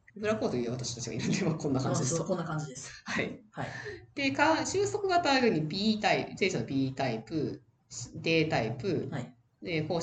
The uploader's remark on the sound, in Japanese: 今月音質が非常に悪いです！すみません！